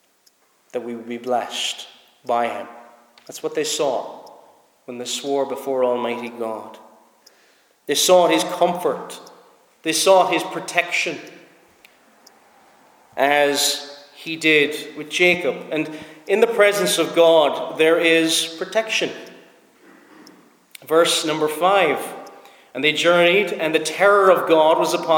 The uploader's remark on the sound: Preached at Snizort Free Church -Continuing